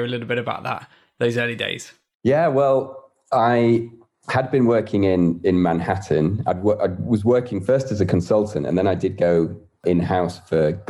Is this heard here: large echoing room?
no